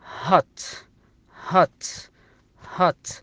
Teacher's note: ما تنطق هوت ولا تنطق هيوت، تنطق بالفتحة هات